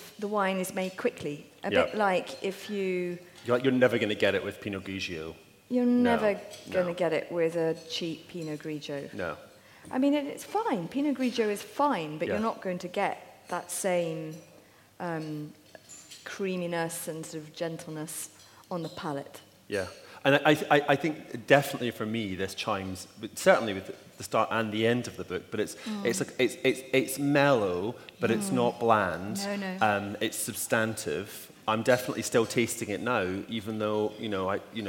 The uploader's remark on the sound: Cheltenham hosts the world’s oldest literature festival. Joined me on stage at The Daffodil.